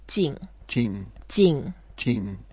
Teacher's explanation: it's the fourth tone, so we go down as if we are not that quiet, as if we are not that calm, a bit angry sound.